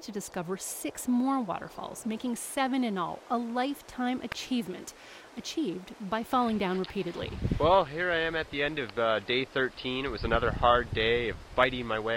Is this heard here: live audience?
no